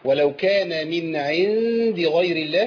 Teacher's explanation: ما قولش من عند لأن عندي هنا النون مظهرة